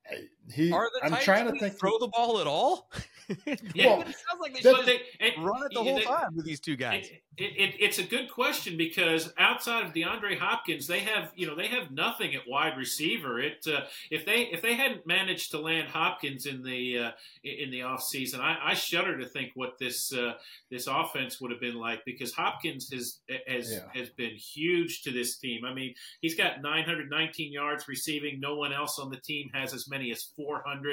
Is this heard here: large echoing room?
no